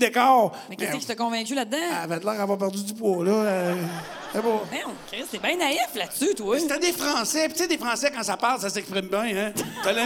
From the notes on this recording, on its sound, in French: Cet épisode a été enregistré devant public Chez Roger Bon Temps à Québec.